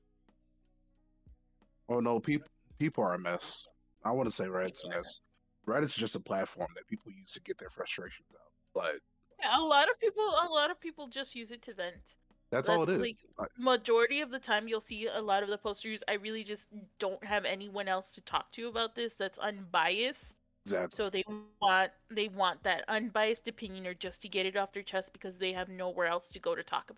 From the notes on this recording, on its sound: Please excuse the technical difficulties at the beginning.